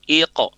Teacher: Jadi, huruf qaf sukun yang diawali huruf berharokat fathah, kasroh, dan domah tetap dilafazkan tebal